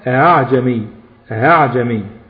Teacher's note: أصل الكلمة دي أصلها أعجمي، أصلها أعجمي، لكن ألف تاء دي ما عليهاش همزة، ألف تاء دي على علامة السكون المستدير. تمام، الهمزة المسهلة يا جماعة بتنطق بين الهمزة وبين الألف، بينطق الهمزة بين الهمزة وبين الألف.